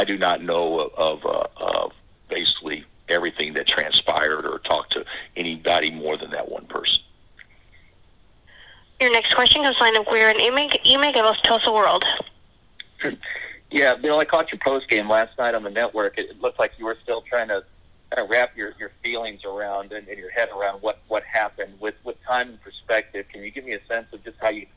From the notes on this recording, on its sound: conference call